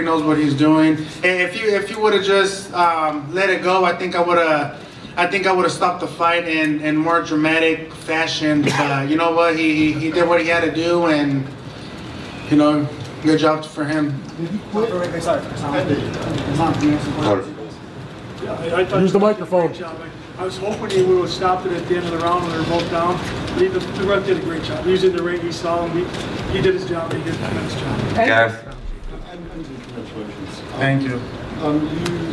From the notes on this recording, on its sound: Post fight press conference